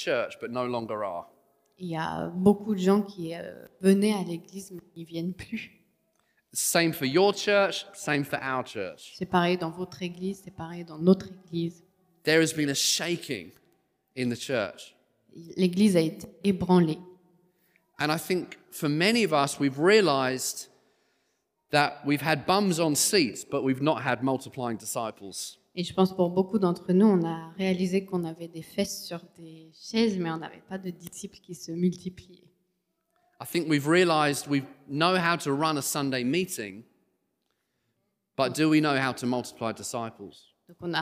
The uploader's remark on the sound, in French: Enregistré à l'église CVV